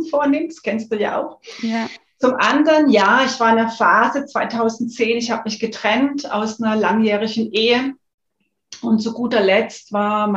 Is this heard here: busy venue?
no